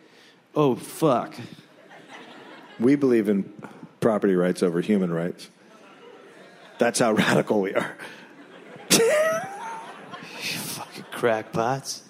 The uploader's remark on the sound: Recorded live in Portland.